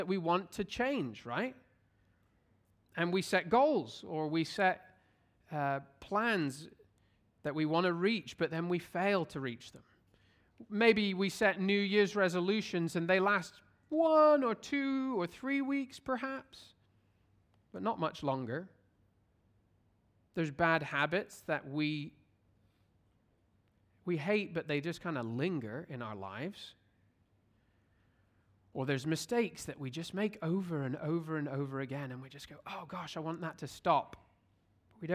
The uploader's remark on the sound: at Covenant Hope Church in Dubai, UAE on Sept 3, 2023